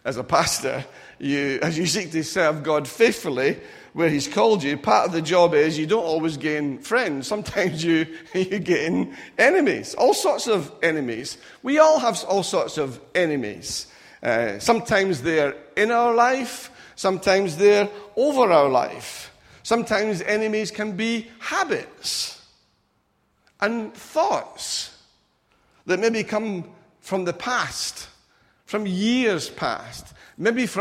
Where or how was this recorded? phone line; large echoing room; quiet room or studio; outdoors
large echoing room